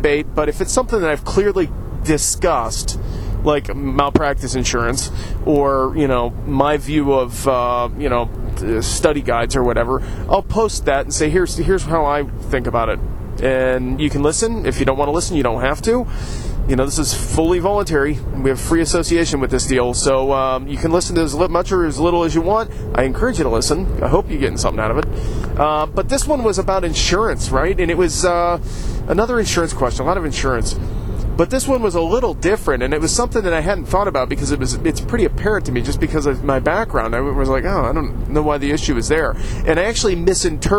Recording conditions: inside a vehicle